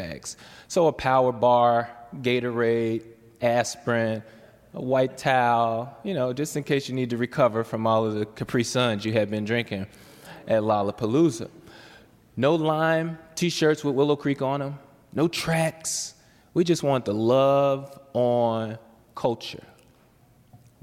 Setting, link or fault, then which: setting, large echoing room